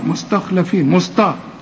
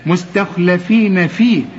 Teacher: الاول مستا وبعدين الخاء فخمها لي، مستخلا واللام رققها · Shown in: second take